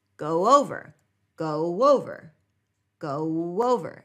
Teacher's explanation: as if we inserted a W sound in there · Term: W glide